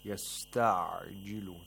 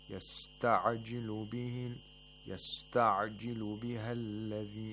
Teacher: The عين has to be pronounced from the middle of the throat, from the pharynx, and without any قلقلة. · Shown in: first take